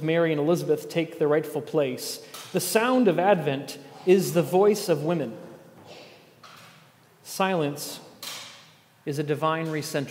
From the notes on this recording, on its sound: at The Table evening worship gathering on Sunday, December 24.